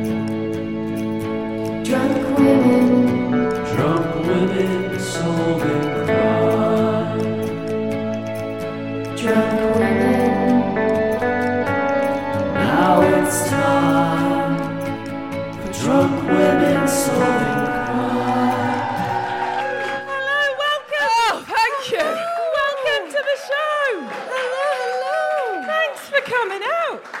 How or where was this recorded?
live audience